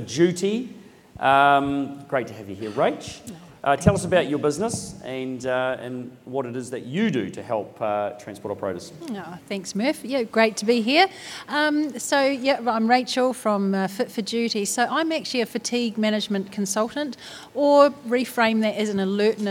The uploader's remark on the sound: This episode sees our first 'pop up' podcast, which we recorded at the EROAD Fleet Day in Hamilton.